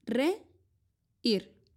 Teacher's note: La palabra reír es un hiato. Las sílabas se pronuncian de forma separada.